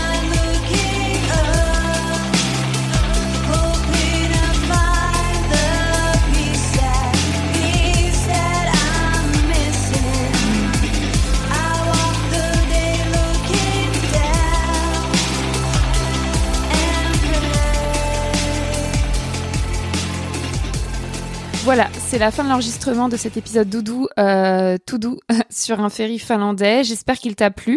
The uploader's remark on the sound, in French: Il a été enregistré le 19 février 2020 sur un ferry finlandais.